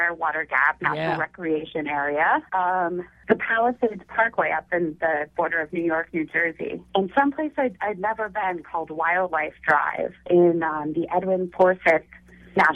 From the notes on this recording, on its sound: called in from the trail